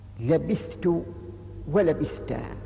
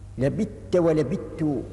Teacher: بإدغام الثاء في التاء، وذلك لتقاربهما في المخرج · Shown in: second take · لأنهم جميعا يخرجان من طرف اللسان وأصول الثنايا.